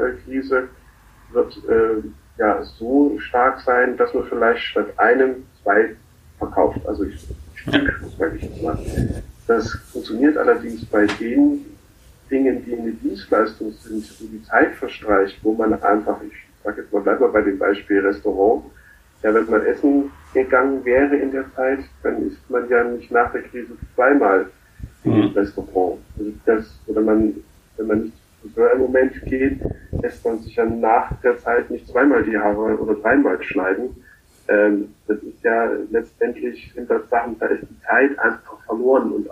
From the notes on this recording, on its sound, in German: Eine zoom-Konferenz. Home-Office Edition.